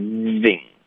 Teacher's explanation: 后面的 ving 也注意下唇贴上齿发